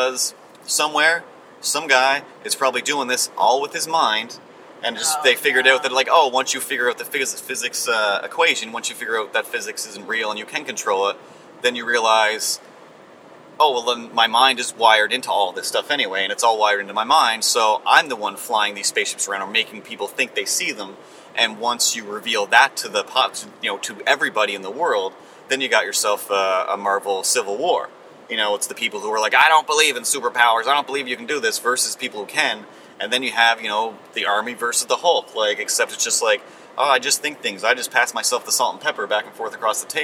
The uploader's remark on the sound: Live From a Honda Fit